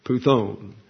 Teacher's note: That's P-U-T-H-O-N, puthone. And the accent is on the U here.